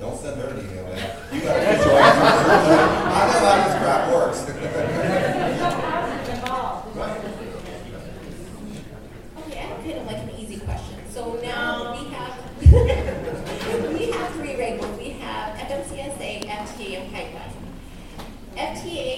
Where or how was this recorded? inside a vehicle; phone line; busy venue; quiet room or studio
busy venue